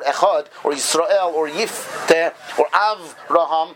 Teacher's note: where the shva is not pronounced, it just is the letter itself and it's finishing off the previous syllable